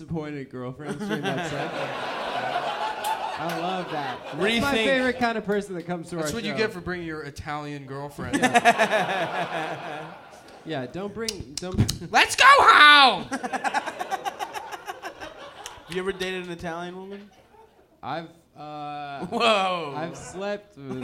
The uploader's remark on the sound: Early Vancouver Live Show (Live Show)